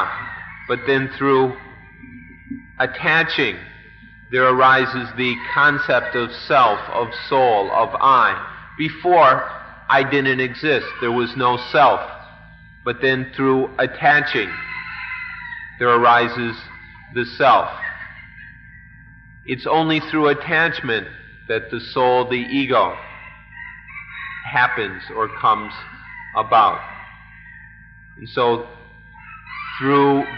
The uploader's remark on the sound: Lectures during the international retreats held at Suan Mokkh and then Suan Mokkh International. Interpreted into English live.